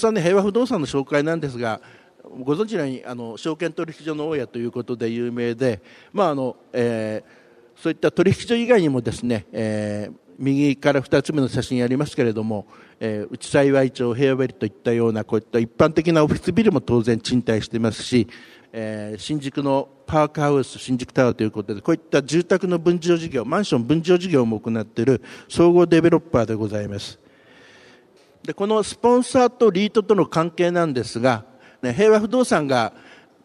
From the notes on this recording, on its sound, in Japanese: 東京証券取引所で開催した「J-REITファン2016」に登壇した平和不動産リート投資法人のIRセミナー